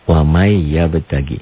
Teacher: Jadi Y-nya double. Jadi ditahan. Ini ada idgham.